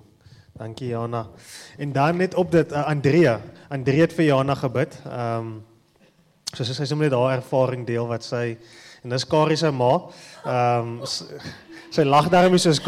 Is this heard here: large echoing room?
yes